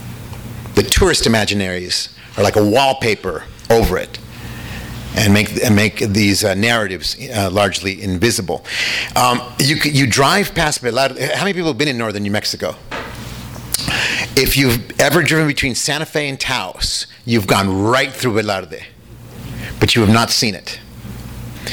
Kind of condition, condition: setting, live audience